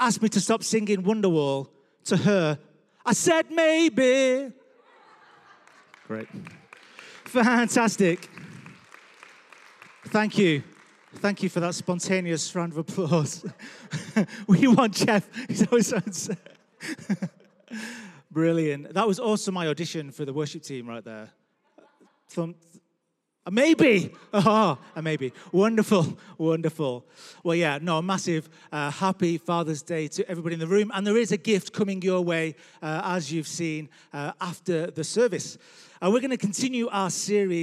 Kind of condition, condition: setting, large echoing room